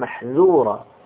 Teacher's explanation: إذا لم تخلص الانفتاح، حرف الذال حرف منفتح، فإنها تكون محظورا والمعنى مختلف